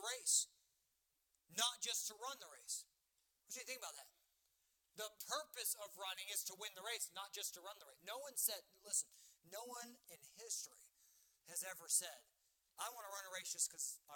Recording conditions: large echoing room